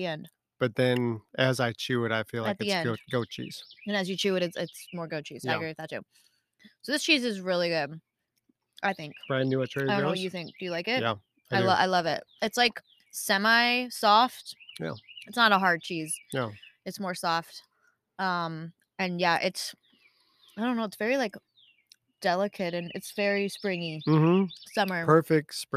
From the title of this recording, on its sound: Live from our backyard